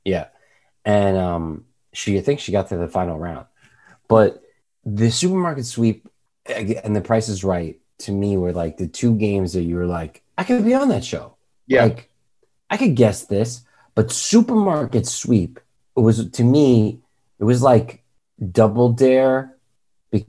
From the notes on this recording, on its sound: We recorded this on February 15th, 2021, on Zoom so there are some small sound discrepancies